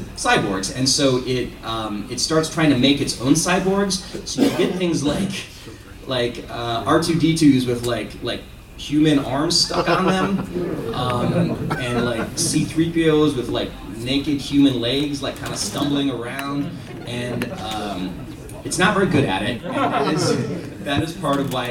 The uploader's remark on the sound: Canon Fodder at New York Comic Con 2023. Onto the stage in Room 1B02.